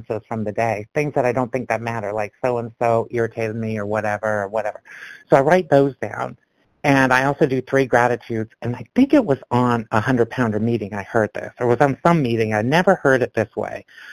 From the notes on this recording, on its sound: from the 100 Pounders Phone Meeting, 12/25/22